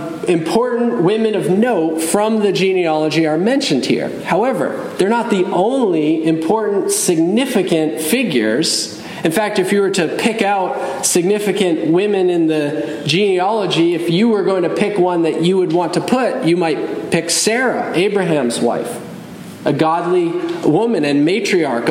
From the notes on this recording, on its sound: Message delivered Sunday, December 10, 2023 at Mt Carmel Primitive Baptist Church, Bel Air, Maryland.